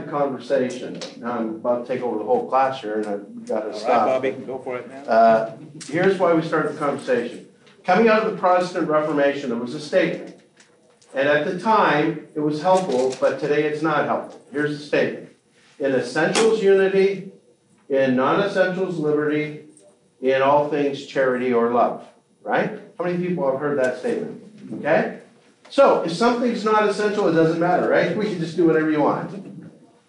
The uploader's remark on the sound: This episode is from Renew, recorded at the National Disciple Making Forum.